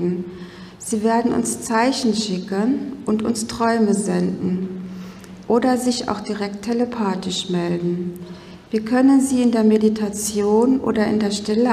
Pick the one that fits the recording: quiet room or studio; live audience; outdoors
live audience